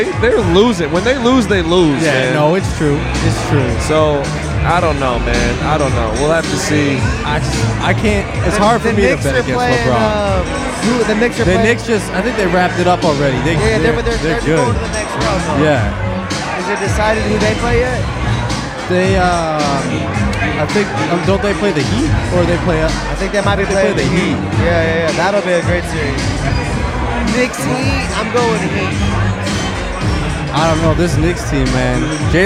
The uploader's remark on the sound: Live In NYC At The Media Mixtape Vol 1 MJ Unpacked After Party. Live in New York City during MJ Unpacked at the Media Mixtape Vol.